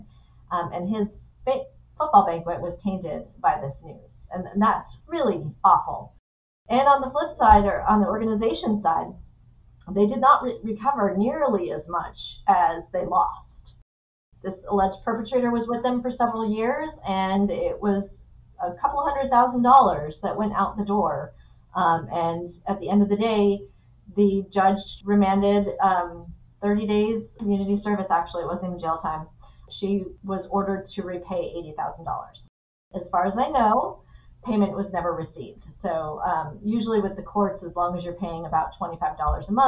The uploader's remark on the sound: push through less than ideal audio conditions